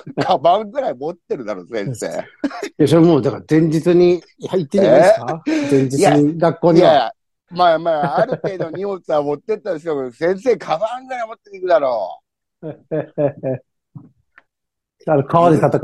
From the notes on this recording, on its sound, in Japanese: ZOOMで収録